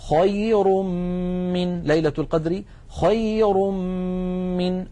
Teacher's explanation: أيضا انتقلنا من الراء المضمومة إلى الميم التي بعدها فتحول التنوين إلى ميم ثم أدغمت الميم في الميم